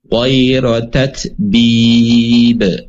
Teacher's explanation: pantulan untuk qalqalah ini tidak menunggu jeda, tapi pantulannya spontan.